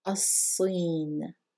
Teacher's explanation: we're not pronouncing the lam and we are doubling the sod